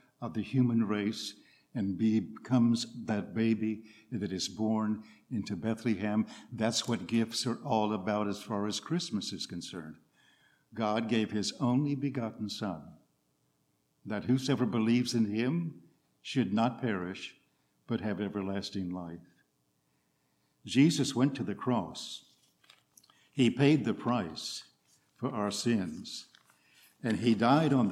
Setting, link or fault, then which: setting, large echoing room